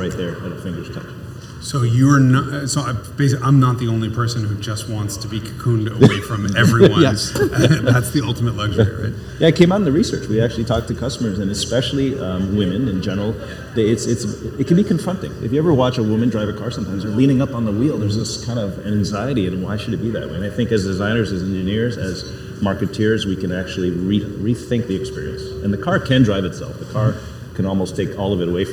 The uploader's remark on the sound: recorded live on location at The Amelia in lovely, rainy Florida!